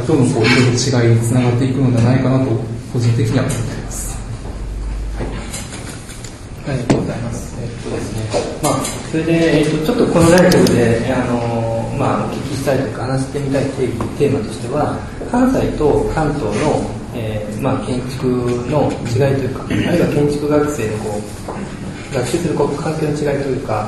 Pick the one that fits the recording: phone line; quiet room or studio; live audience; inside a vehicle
live audience